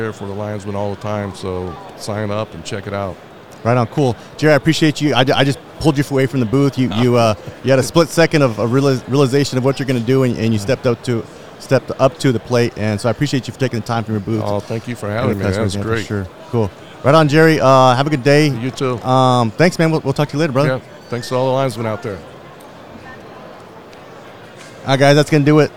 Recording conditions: live audience